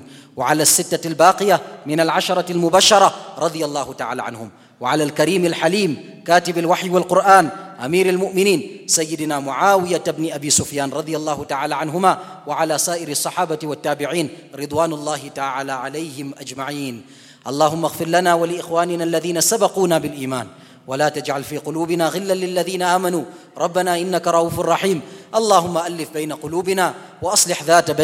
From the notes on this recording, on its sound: at the Houghton Masjid (West Street)